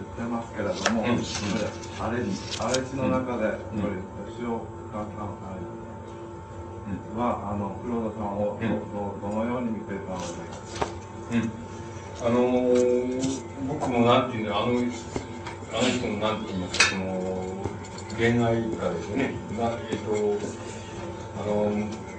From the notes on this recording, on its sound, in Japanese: 主催：詩誌「無限」事業部 場所：明治神宮外苑絵画館文化教室。声が若干遠く聞こえ、 ところどころにノイズが入っており 音質はあまりよくない。質疑応答が講演本編より長い。